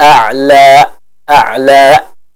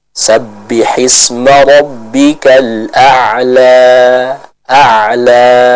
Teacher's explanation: Cukup kita alirkan suaranya dengan lembut dengan kadar 2 harokat. · Shown in: second take · Subbihisma rabbikal a'la a'la, seperti itu.